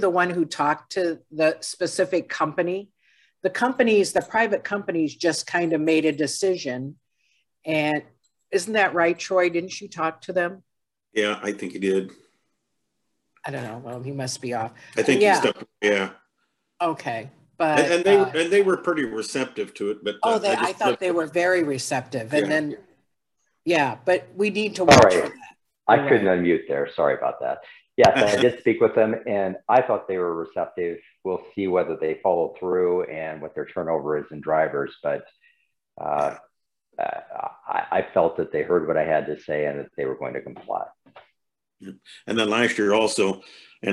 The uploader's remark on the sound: was held on Zoom due to the pandemic